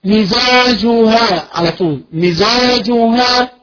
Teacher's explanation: ما زالت الميم فيها مد لا نريد فيها مد